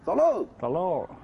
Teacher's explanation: 喽是通州的儿化音